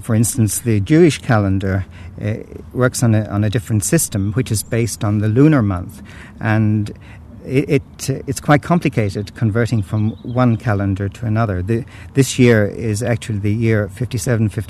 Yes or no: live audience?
no